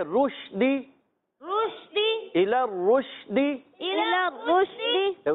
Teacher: شین میں کیا ہے منہ میں آواز پھیل گئی